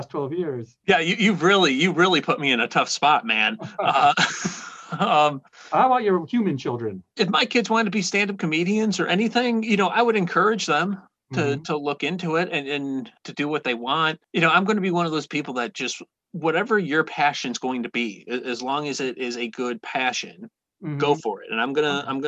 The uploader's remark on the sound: I got on a Zoom call the way from Aruba Ray's Comedy Club in Aruba